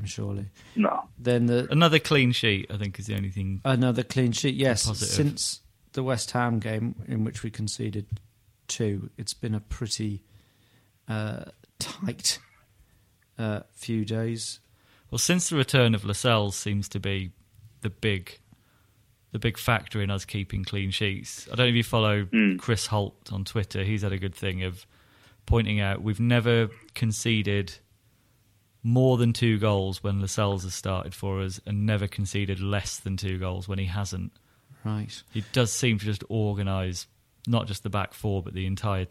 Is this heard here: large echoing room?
no